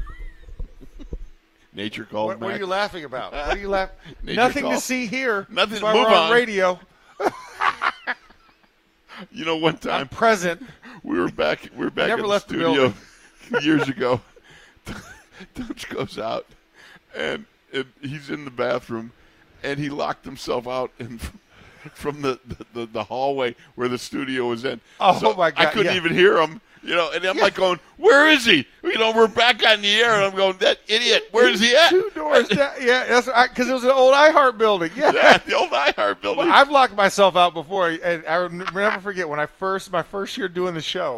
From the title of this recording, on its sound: ITL Live from Steelers Camp Day 15